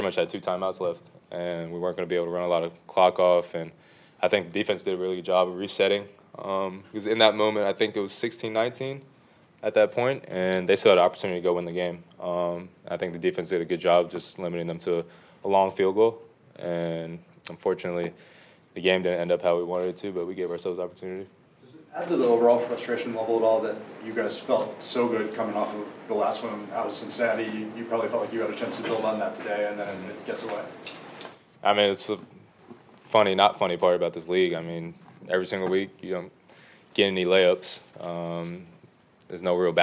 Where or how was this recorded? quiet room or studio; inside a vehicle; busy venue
busy venue